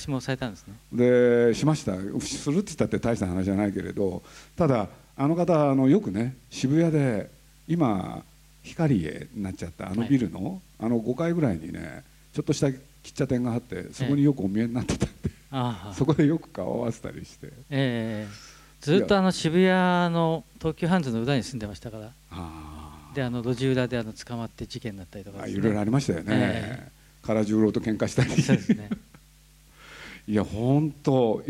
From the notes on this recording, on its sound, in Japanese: ジブリ汗まみれ公開収録 in 「思い出のマーニー×種田陽平展」。